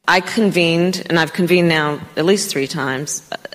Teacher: She has a bit too much vocal fry